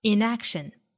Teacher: inaction 这个词本身重音是在第二个音节上的也就是落在词根的 a 这个音节上。inaction 但是在这句话之中呢前面的 action 和后面的 inaction 构成了对比在这种情况之下呢会发生重音的转移也就是从 action 的这个 a 的位置转移到了前面表否定的前缀 in 上面所以我们听到原声也是读成了 inaction 它想表达的是我们最大的悔恨并不是我们的行为也就是我们做了什么 But our inaction,而是我们没有做什